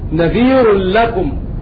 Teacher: فنقول إن الذي أضغم هو التنوين فقط، وهذا من باب الإضغام بغير غنة في علم التجويد، ولم تضغم الراء في اللام بسبب التنوين.